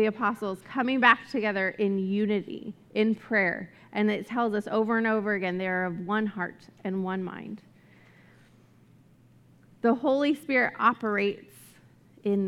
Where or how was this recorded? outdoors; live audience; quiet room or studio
live audience